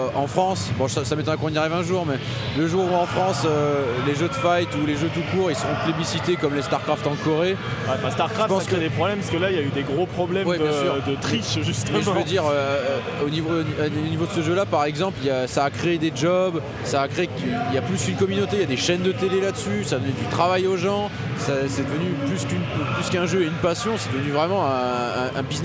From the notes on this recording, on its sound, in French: Du podcast sur l'arcade enregistré lors du Stunfest !